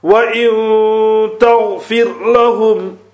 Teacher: the word must be read with a light nasal sound in the nose for a duration of two harakah, i.e. 2-3 second duration. · Now, the noon. Where the tongue is supposed to go to pronounce the noon, it only touches it again like a hovercraft. · Term: Ikhfa